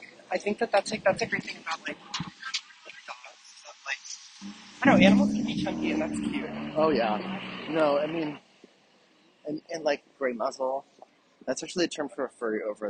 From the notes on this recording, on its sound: An historic series of recordings made LIVE AND ON SITE at the RITTENHOUSE SQUARE ANTHROPOLOGIE. I do not owe any of you editing out the dead air/diegetic sounds sections of this episode.